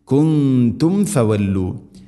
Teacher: സാക്കിന മീമിന് ശേഷം ഫ വന്നാൽ രണ്ട് ചുണ്ടുകൾ തമ്മിൽ തട്ടിച്ച് മീമിനെ പൂർണ്ണമാക്കണം